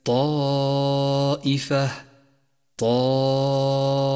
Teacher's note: ثانيا، لاحظ المد المتصل في كلمة طائفة طائفة، جاء حرف المد وهو الألف وجاءت بعده الهمزة في نفس الكلمة، ولذلك سمي مدا متصلا، والواجب هنا أن نمد حرف المد خمس حركات وجوبا